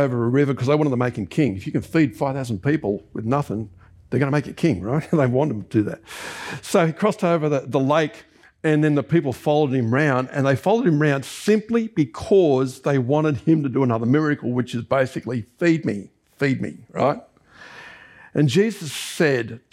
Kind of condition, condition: setting, large echoing room